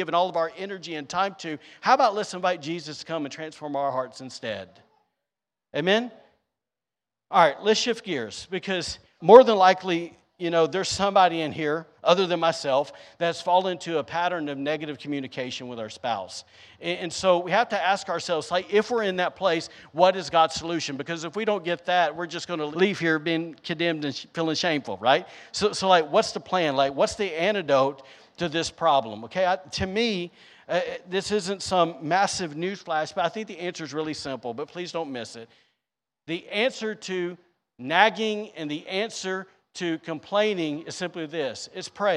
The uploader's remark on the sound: was recorded on Sunday, July 24th, 2022, during service at The Anchor Church in Rockport, Maine